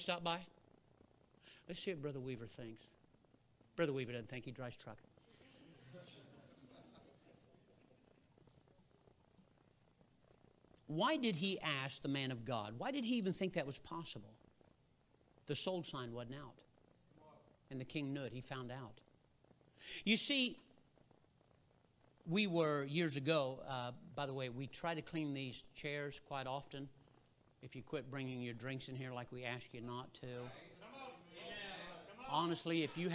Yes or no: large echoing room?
yes